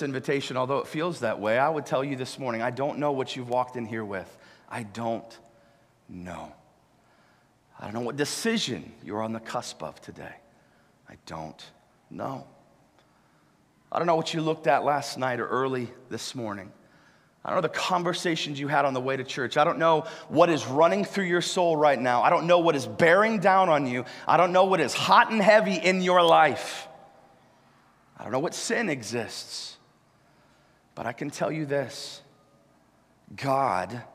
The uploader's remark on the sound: live from Covenant Church!